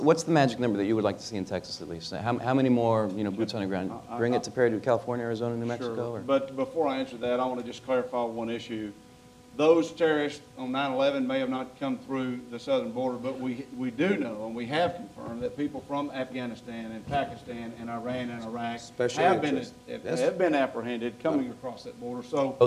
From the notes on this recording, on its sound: panel at The Texas Tribune Festival